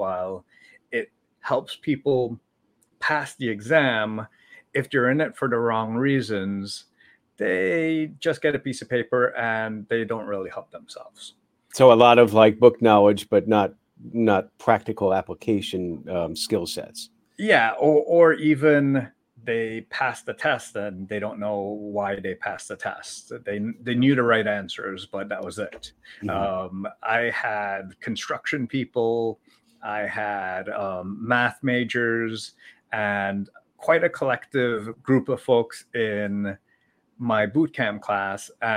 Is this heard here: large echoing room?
no